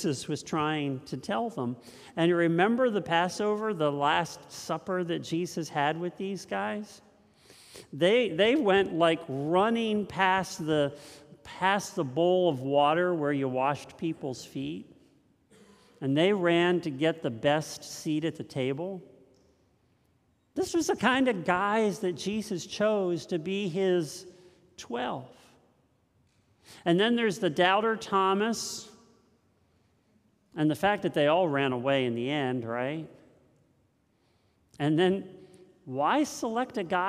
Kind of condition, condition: setting, large echoing room